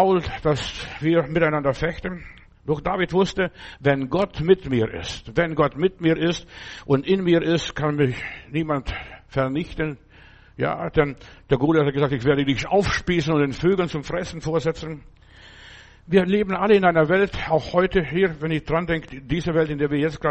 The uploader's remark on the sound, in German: im Gemeinde-Zentrum in Berlin aufgenommen